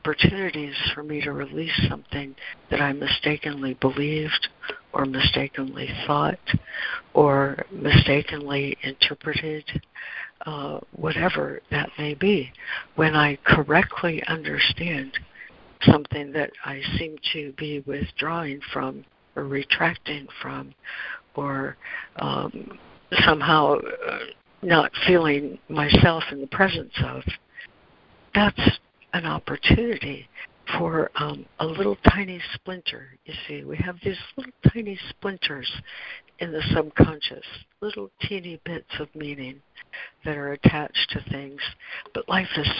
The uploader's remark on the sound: ACIM Daily Conference Call.